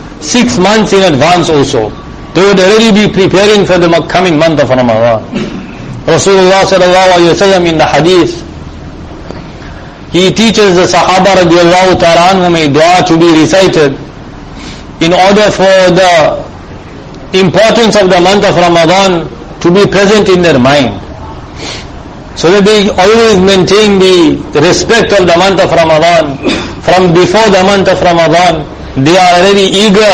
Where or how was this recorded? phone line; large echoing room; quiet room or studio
large echoing room